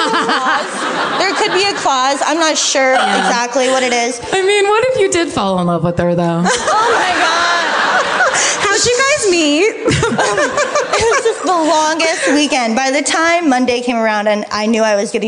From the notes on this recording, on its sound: Live At Revolution Hall. Live in Portland, it's a brand new My Favorite Murder! Recorded during a three-night stint at Revolution Hall.